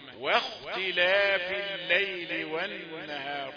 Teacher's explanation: أيضا من ضمن الأخطاء الشائعة مثل كلمة واختلاف الليل والنهار، انظر كيف قرأتها واختلاف الخام في الخام، ولكن لأنها منتصقة بالواو يقولون واختلاف و، يبقى تأتي الواو مفخمة لأنه لأن الزمن قصير بين الحرفين، لكن لابد أن نلاحظ و رقيقة ثم تأتي الخاء مفخمة